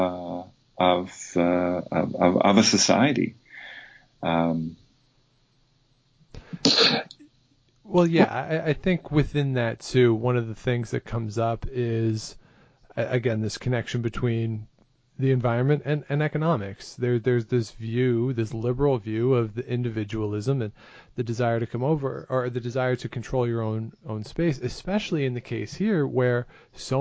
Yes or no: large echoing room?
no